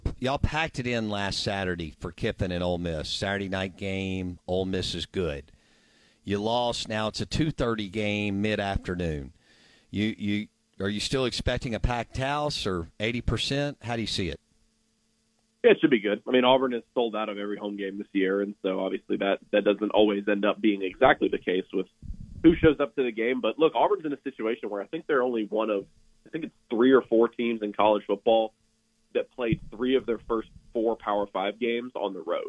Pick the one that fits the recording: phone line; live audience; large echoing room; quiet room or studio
phone line